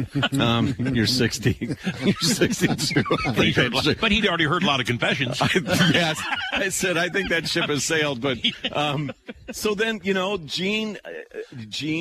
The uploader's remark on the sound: The show hosts a radiothon for St. Martin de Porres Center to help families with food and clothing live from Knights of Columbus Council 364.